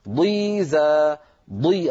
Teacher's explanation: ضا ضل فقد ضل سوى، ضا سريع استطالة ولكنها سريعة. ضيزا ضي الضاد المكسورة أيضا فيها استطالة ولكنها سريعة.